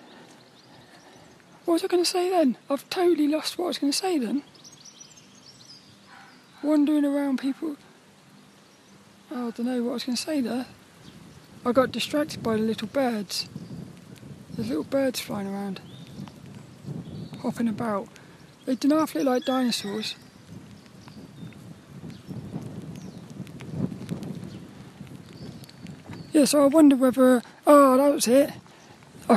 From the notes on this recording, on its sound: This 'About The Tings' episode is a Walk and Talk. As I got caught in a downpour. I recorded this one under the shelter of the trees, which created lots of nice ambient sounds to enjoy.